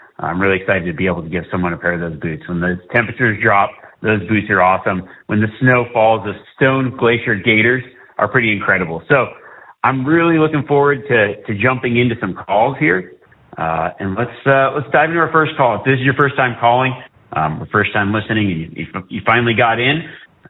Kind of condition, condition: link, phone line